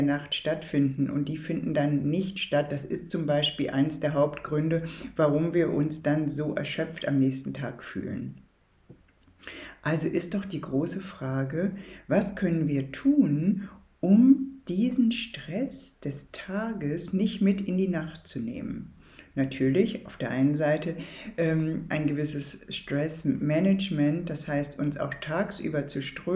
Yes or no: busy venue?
no